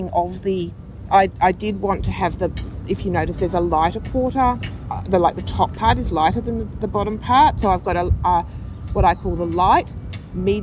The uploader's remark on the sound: QuiltCon 2017. I caught her just a few hours before she had to catch a flight back home. We sat on the grass outside the convention center and chatted.